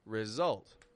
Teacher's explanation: This word has S beginning the strong part of the word, not the weak part of the word.